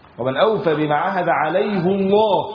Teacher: لفظ الجلاله هنا هيقرا مفخم، لان لما بيجي قبله ضم